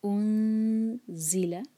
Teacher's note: انزل، زی ایک حرکہ اور بزنگ ساؤنڈ کے ساتھ ہم زا کو ادا کریں گے